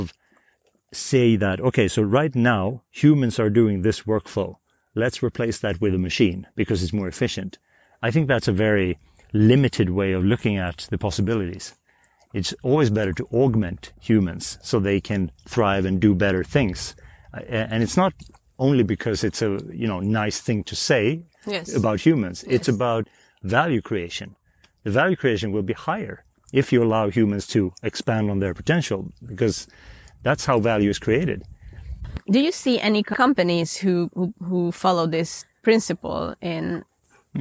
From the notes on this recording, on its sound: Grab your headphones, and head to the snowy hills to walk with us!